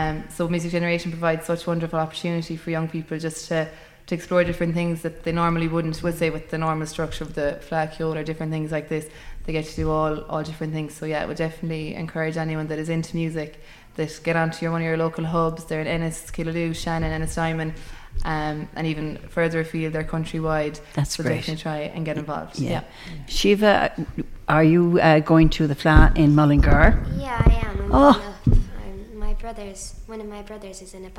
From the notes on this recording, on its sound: With a snippet of some of the music performed at the concert. Live from the Community Hall Feakle as part of the 36th Feakle trad Festival.